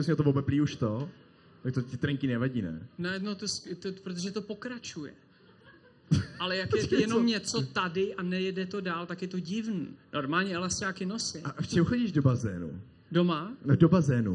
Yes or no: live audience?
yes